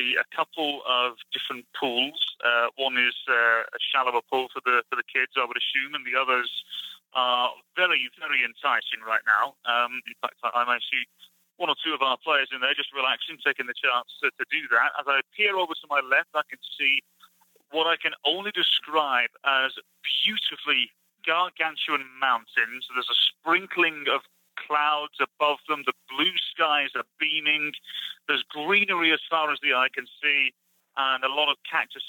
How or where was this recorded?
phone line